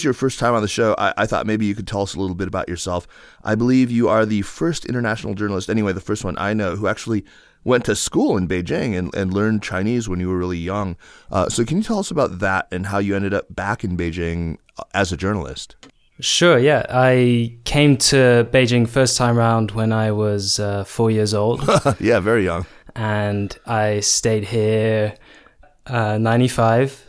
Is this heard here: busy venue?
no